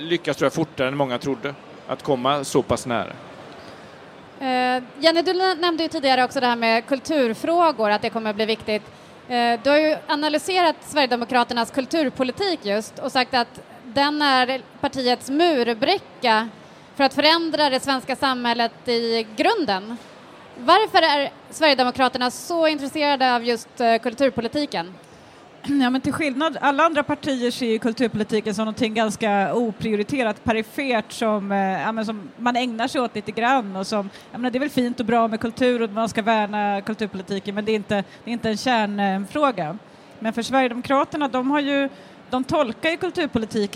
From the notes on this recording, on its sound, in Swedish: Live från Bokmässan. Inspelar inför publik på Bokmässan.